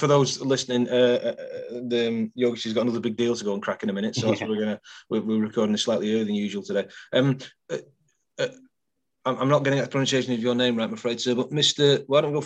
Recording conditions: video call